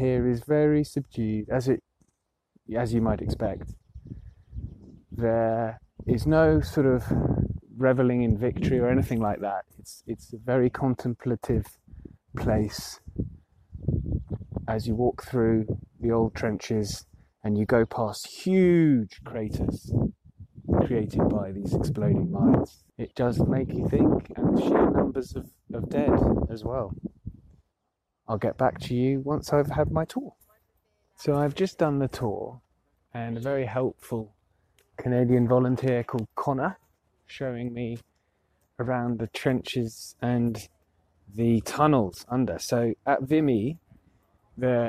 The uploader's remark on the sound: Aspects of History goes out into the field, and we are recording from Vimy Ridge, the site of the Canadian memorial to those killed many of whom no known grave was found. The sound on this recording is not perfect, - we were recording from out in the open.